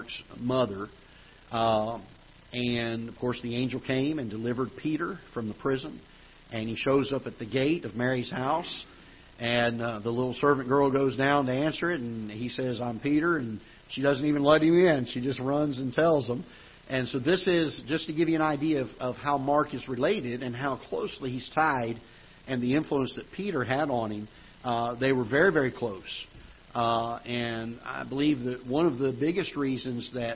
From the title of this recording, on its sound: Ketha Heights Baptist Church ~ Live Broadcast